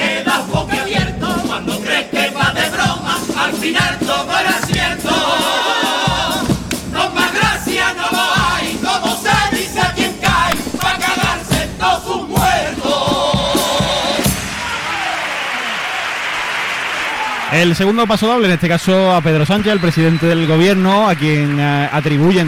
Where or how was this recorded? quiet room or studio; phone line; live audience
live audience